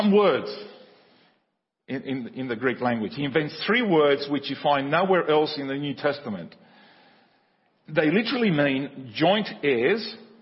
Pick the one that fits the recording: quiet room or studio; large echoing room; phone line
large echoing room